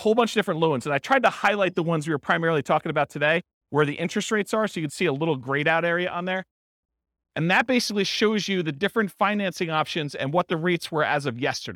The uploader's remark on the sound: This was a live class recorded